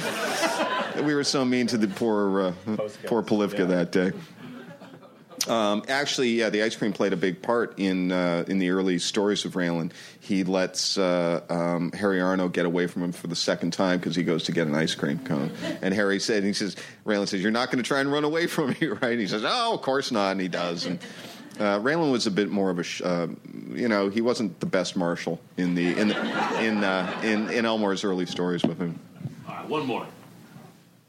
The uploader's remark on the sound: Justified finale panel from ATX Television Festival. Recorded June 6, 2015 at ATX.